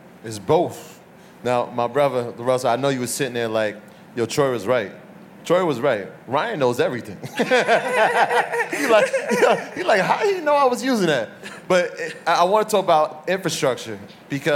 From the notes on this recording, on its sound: at our South by Southwest panel